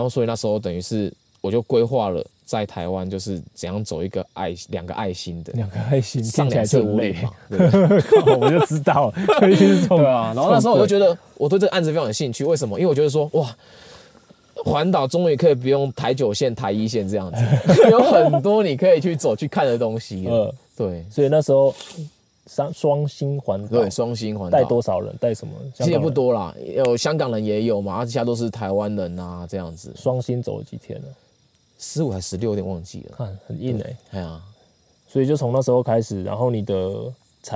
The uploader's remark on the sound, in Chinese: 我們現在錄音的地點，就是在新竹五峰鄉的羅山林道。本集節目是在野外錄音，所以收音品質並不是這麼理想，可能還會聽到些許山林中的蟲鳴鳥叫，還請您多多包涵。